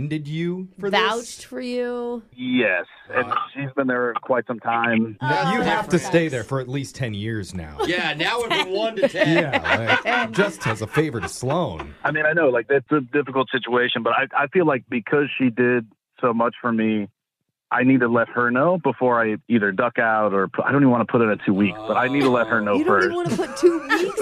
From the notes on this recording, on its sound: We’ll try to help with a brand new Awkward Tuesday Phone Call!